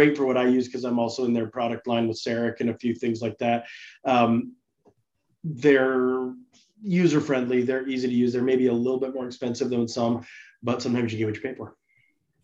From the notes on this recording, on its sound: Live interactive webinar.